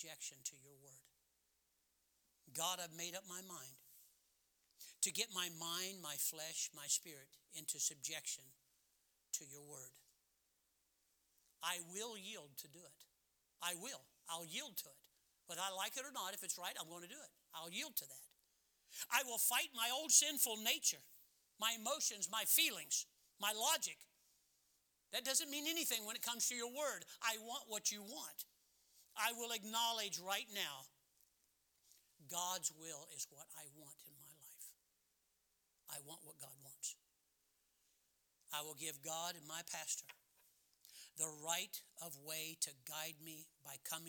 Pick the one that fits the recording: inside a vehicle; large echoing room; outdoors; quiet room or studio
large echoing room